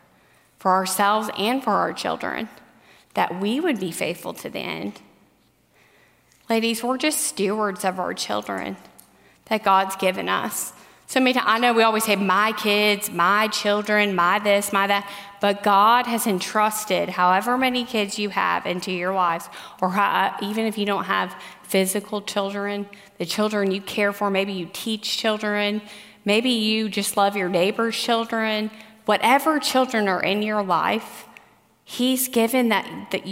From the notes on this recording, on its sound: The closing message at the Biblical Mothering conference.